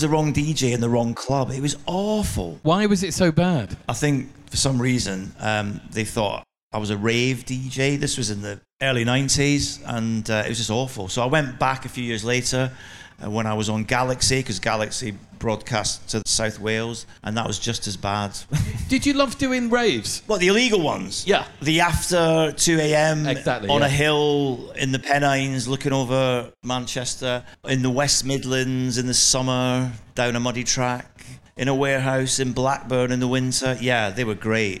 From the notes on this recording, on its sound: Live from The Fringe At Tramlines Sheffield. Recorded live at The Fringe at Tramlines Festival in Sheffield.